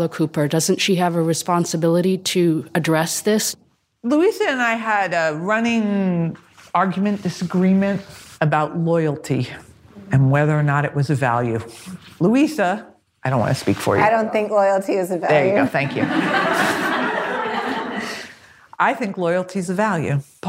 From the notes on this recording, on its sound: Live from A.I.R. Gallery. A live audience.